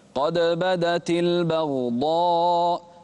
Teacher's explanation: قلقل الدال ولا تقلقل الغين